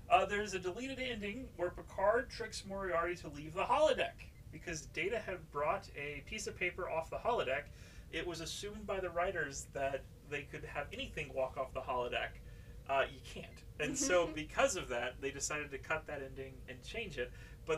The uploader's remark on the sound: Had some issues with our new mics